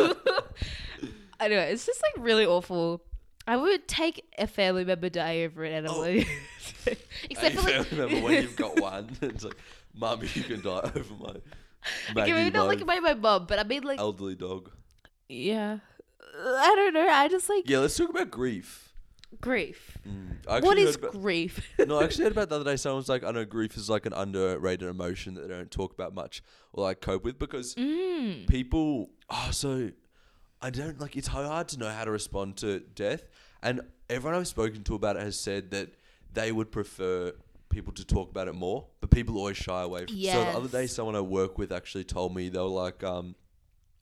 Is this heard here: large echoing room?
no